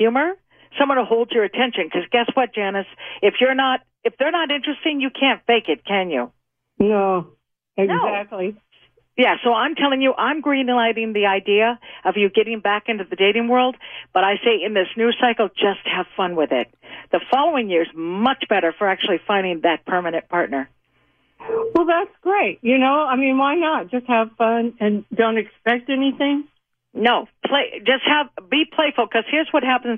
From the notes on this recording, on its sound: as listeners call in to have their numbers read